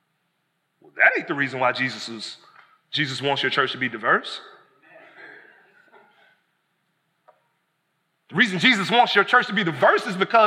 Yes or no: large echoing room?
yes